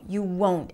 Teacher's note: even though we don't hear the T, very clearly, it is there.